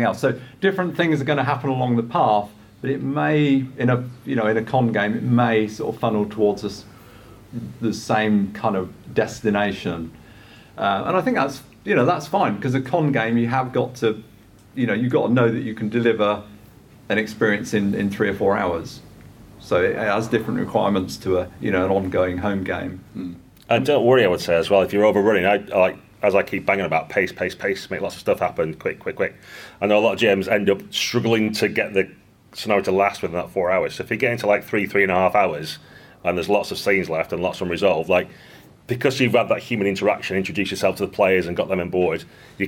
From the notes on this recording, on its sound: We’re back with another live recording, this time coming to you from UK Games Expo in Birmingham.